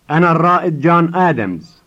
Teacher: Listen to the rolling of the R.